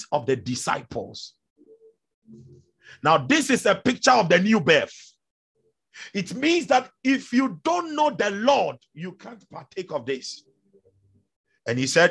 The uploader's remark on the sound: Zoom meeting